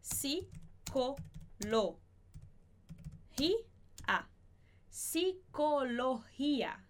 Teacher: E a gente tem a palavra psicologia, que em espanhol a gente não vai pronunciar esse P, a gente fala somente si